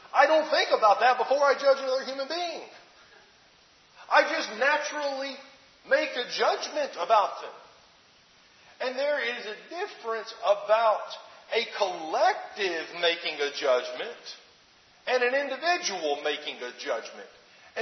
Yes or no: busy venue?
no